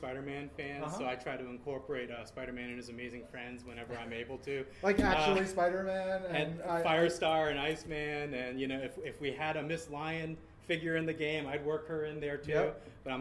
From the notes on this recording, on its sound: Live from NYCC!